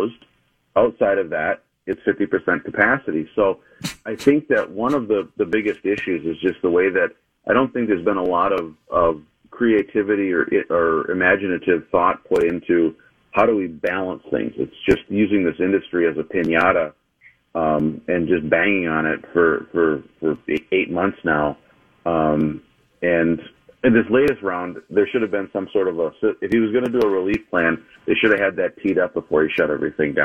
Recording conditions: phone line